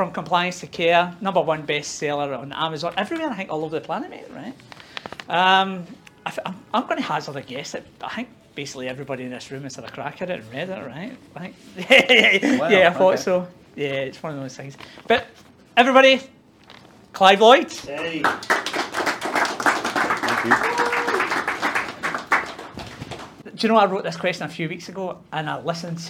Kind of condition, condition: setting, live audience